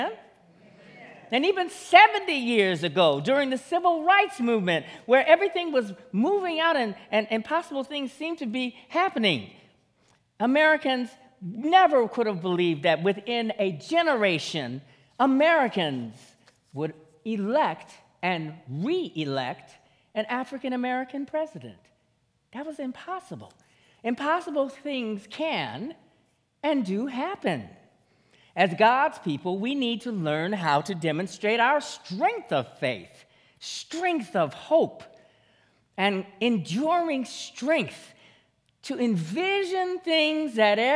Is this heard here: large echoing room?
yes